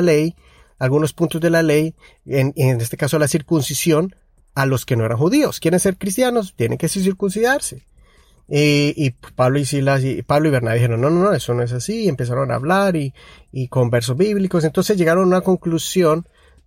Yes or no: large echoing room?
no